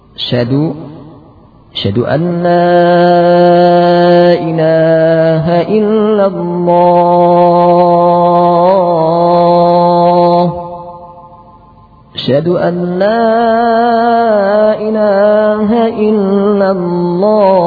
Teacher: Berikutnya membuang hamzah dan ha sehingga menjadi syadu.